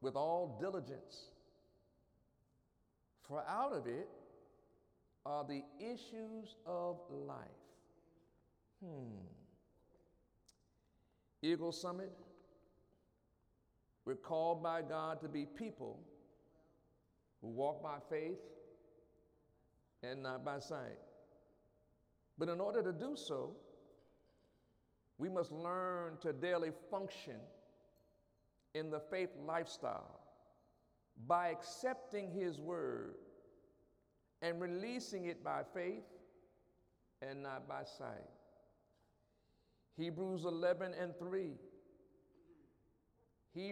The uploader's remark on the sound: During Wednesday night service on June 21, 2017